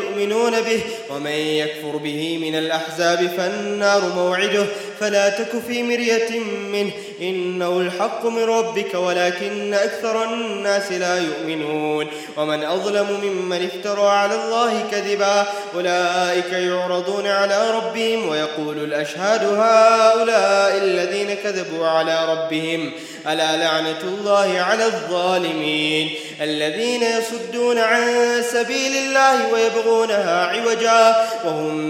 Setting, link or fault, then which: setting, large echoing room